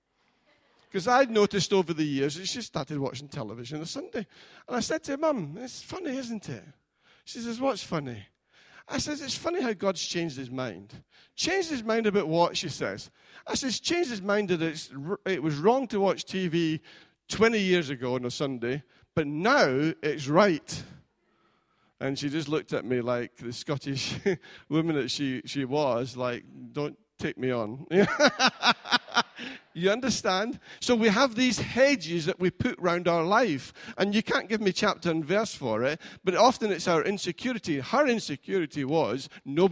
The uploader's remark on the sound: Recorded at freedomcentre church, Preston on Sunday 2nd June 2019